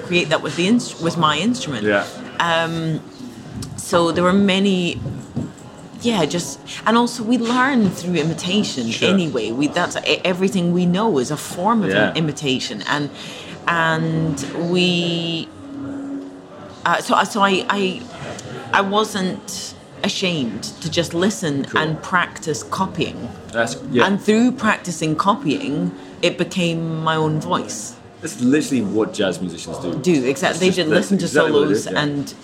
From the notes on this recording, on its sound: We had a little chat in a hotel lobby in central London. The sound quality isn't amazing this time, I get a little nervous when recording in hotel lobbies as hotels don't always appreciate me doing so. This means I have to record on the 'down-low and just use a little portable recorder...